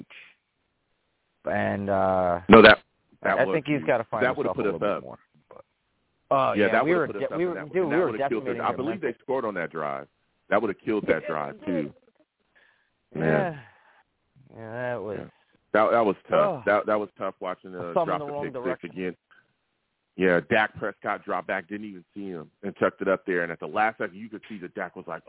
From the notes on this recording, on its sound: I take live callers!